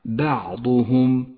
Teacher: اقرأ كلمة بعضهم وحاذر من تفخيم الباء فتفخيمها خطأ شائع